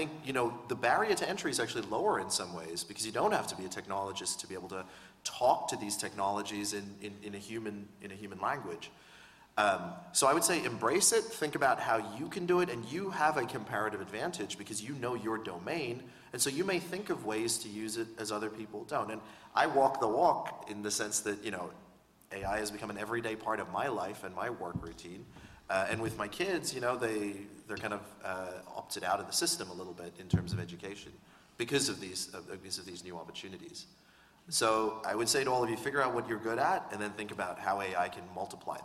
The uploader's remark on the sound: In this public event